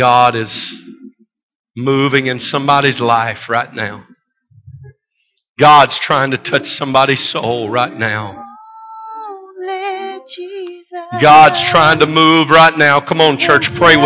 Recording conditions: large echoing room